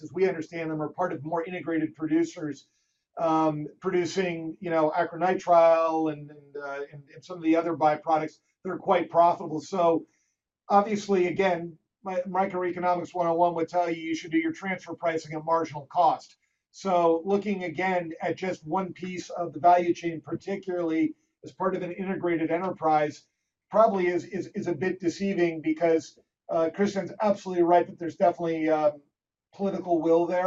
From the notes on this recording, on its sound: LPG Shipping Sector Webinar